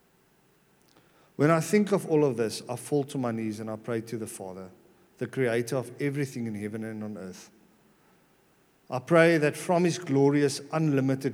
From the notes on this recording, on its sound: at Joshua Generation Church Sunningdale 11AM congregation